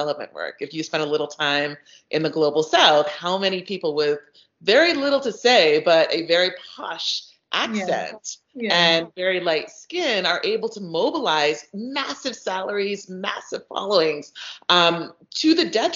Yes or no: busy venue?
no